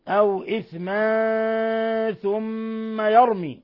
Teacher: تنوين فتح جاء بعده الثاء إخفاء حقيقي